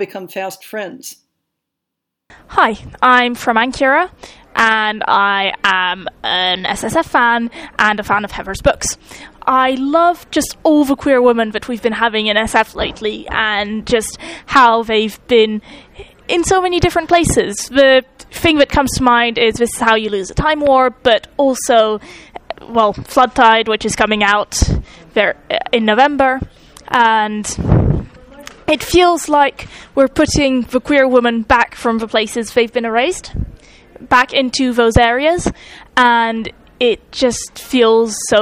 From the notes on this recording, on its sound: A collection of micro-interviews recorded live at Worldcon in Dublin, Ireland.